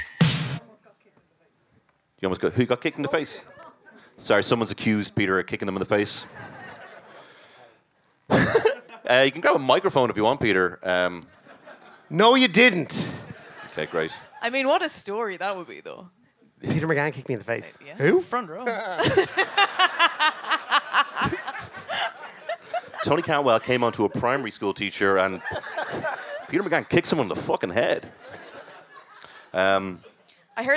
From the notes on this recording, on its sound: That's just the sound of a ghost, and certainly not the delighted crowd who came to this LIVE podcast. Recorded in The Workmans in Dublin.